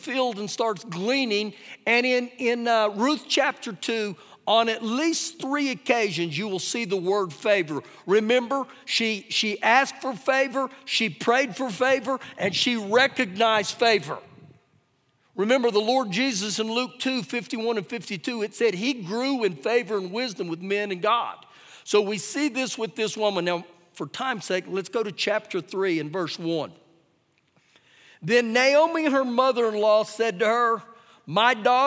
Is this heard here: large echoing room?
yes